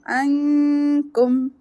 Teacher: here we'll do ikhfa e haqiqi noon followed by kaf